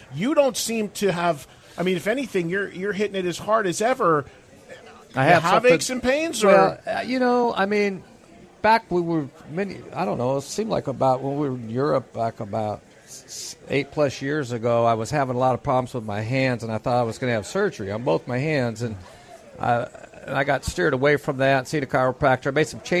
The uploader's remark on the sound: Live from the Atlantic Ocean on the Monsters of Rock Cruise!